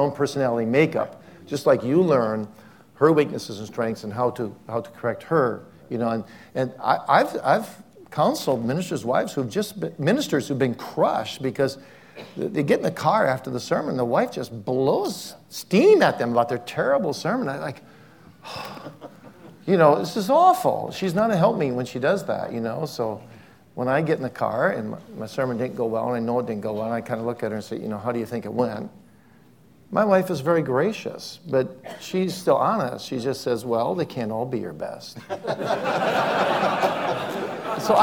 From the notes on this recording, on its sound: on a LIVE panel at the annual Preaching Conference at Westminster Theological Seminary